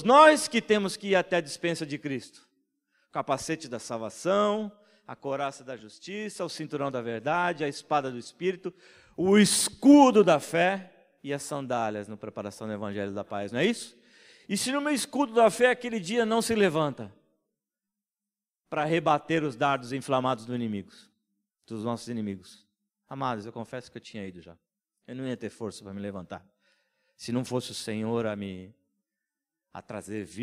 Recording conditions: large echoing room